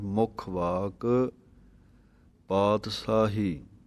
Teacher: ਮੁੱਖ ਇਹ ਕੱਸ ਕੇ ਬੋਲਣਾ ਹੈ ਅਤੇ ਵਾਕ ਨਾਲ ਪੋਲਾ ਪੜ੍ਹਨਾ ਹੈ